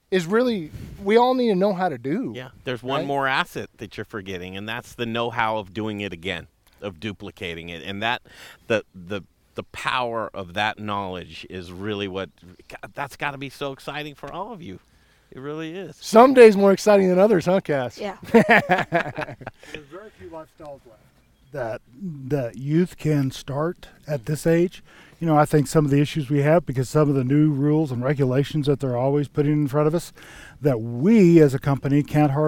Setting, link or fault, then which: setting, outdoors